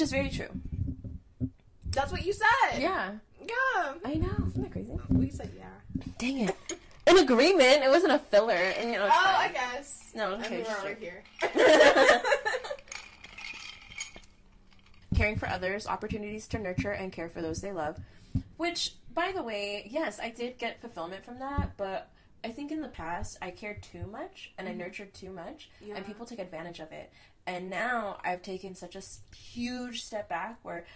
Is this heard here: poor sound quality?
yes